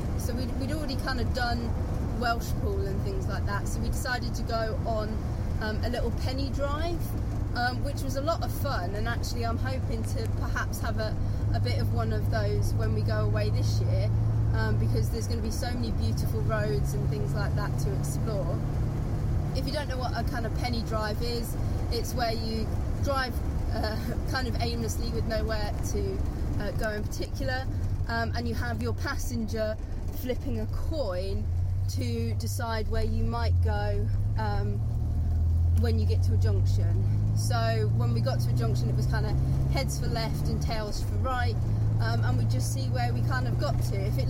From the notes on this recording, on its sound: all recorded from my 1968 Morris Minor, Peggy